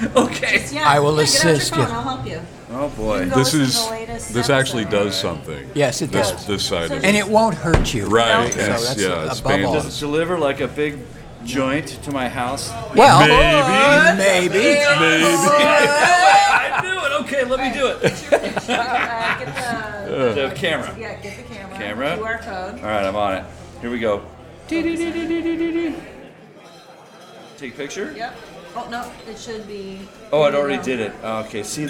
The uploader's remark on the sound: Coming To You Live From Suicide Sally’s